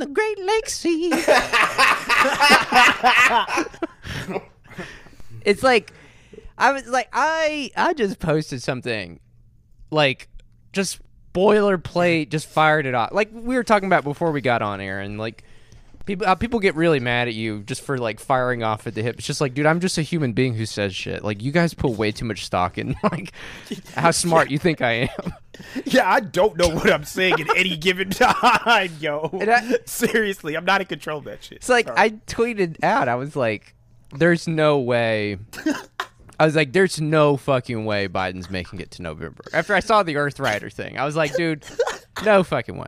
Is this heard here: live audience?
no